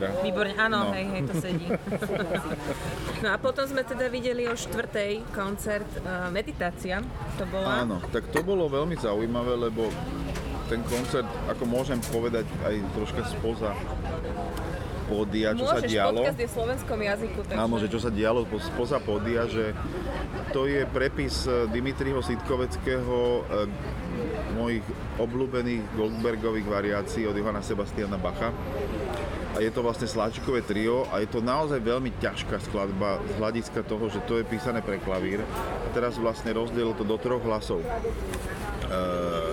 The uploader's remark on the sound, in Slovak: Cesta za Festivalom Concertando 2023 do Ríma – reportáž. Budete počuť aj autentické ukážky z koncertov. Podcast je v slovenčine a tiež v angličtine.